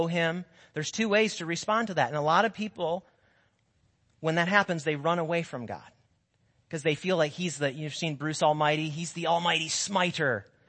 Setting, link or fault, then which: setting, large echoing room